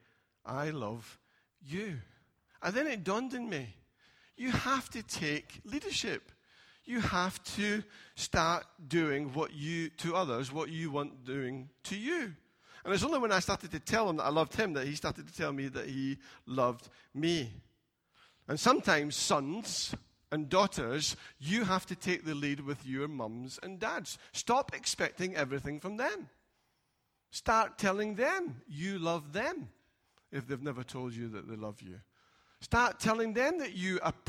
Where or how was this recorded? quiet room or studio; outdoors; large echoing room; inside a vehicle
large echoing room